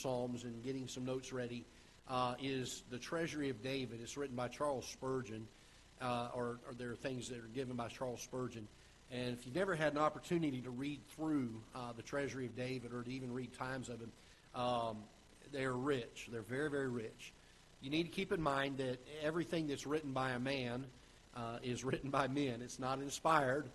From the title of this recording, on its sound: Ketha Heights Baptist Church ~ Live Broadcast